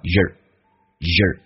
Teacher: Your 不被强调，有一个弱化现象，弱化成 ye，叫个儿化音，叫 yer